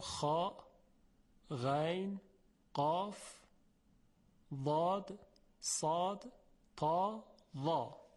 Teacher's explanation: خب پس استعلاء در لغت به معنای ارتفاع و بالا رفتن است، طلب برتری کردن، و در اصطلاح علم تجوید عبارت است از بالا رفتن انتها و ریشه زبان به سوی حنک اعلا یعنی سقف دهان، در تلفظ هفت حرف